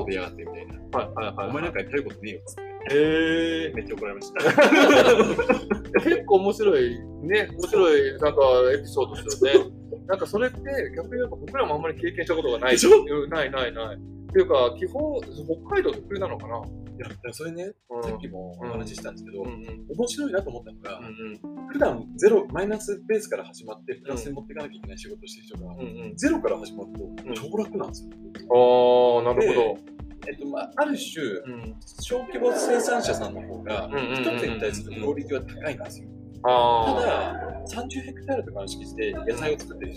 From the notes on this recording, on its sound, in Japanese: 今回の収録はゲスト回ということで、外部で一発録りをしている都合、背景にノイズ・人の声が入ってしまっております。